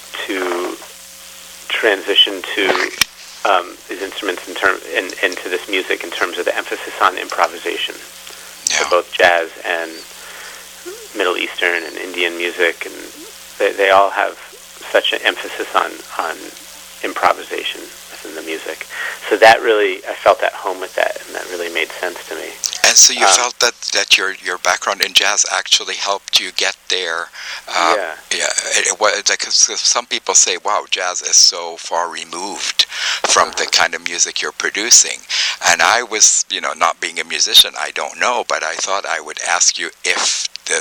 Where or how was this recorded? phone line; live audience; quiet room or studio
phone line